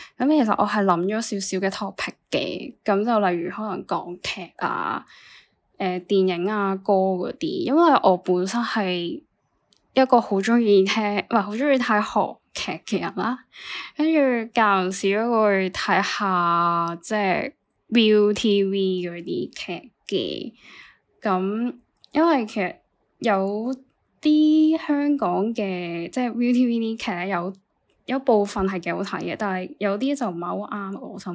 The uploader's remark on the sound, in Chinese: 求其打完大綱就拎部 iPhone錄音